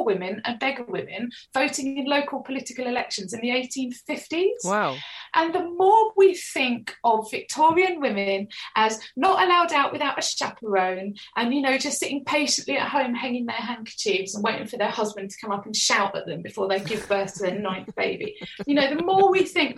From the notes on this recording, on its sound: get her on the Zoom, for a natter